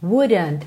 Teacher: Essa letra D foi americanizada, porque esse é um, um padrão típico da pronúncia americana, que é rararã.